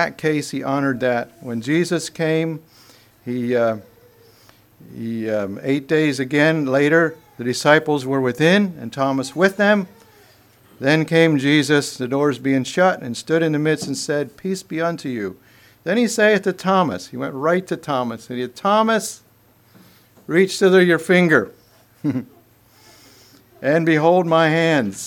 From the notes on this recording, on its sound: Message preached at Word of Hope